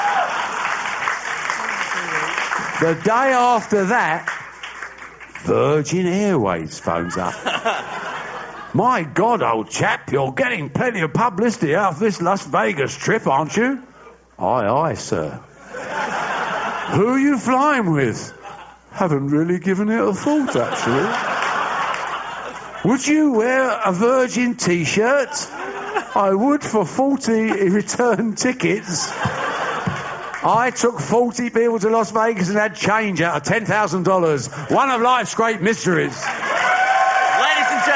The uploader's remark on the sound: before a sold-out audience of GFOPs in New York City